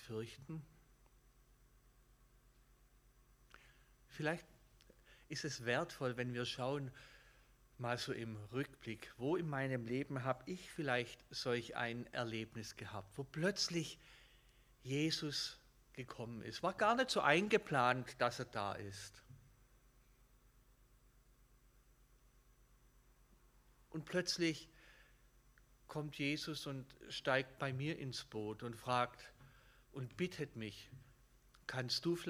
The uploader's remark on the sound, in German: Gottesdienst